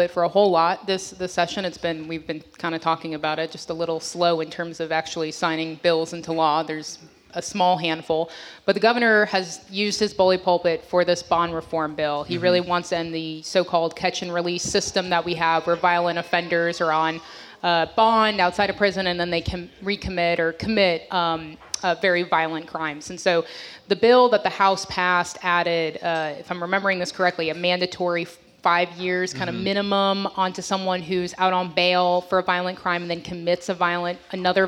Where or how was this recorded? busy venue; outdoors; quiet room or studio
busy venue